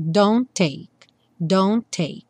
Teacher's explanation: entre don't e o take, só um T aparece